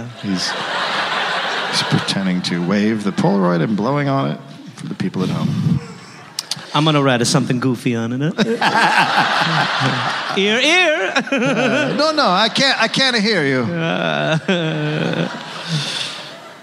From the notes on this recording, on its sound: Recorded live in Minneapolis.